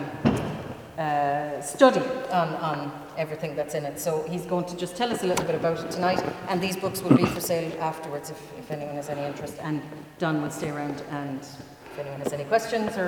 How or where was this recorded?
large echoing room